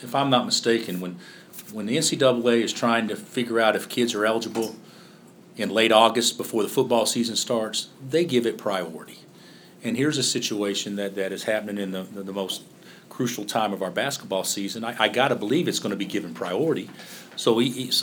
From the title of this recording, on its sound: Press Conferences & Post-Game Interviews